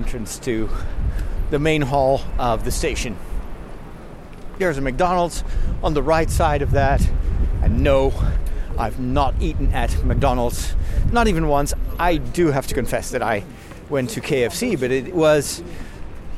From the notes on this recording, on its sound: From London to Rotterdam. Recorded on the streets, in the underground, on the train, in the car and on the boat!